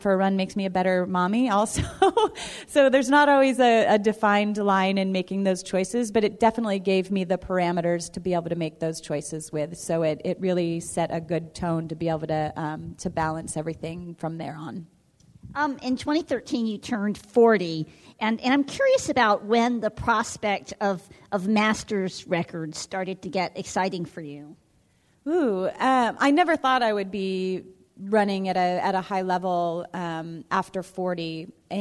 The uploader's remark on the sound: We share a few of the stories we collected from runners at our mobile recording booth at the Boston Marathon Expo this past April